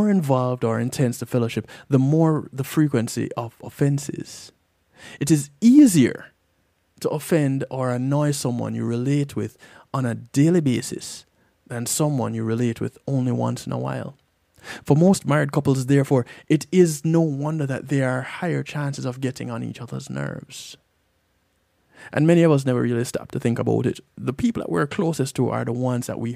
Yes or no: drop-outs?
no